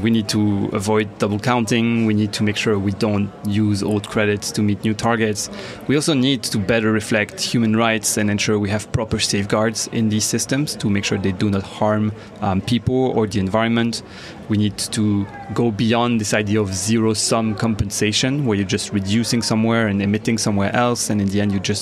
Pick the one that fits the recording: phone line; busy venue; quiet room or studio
busy venue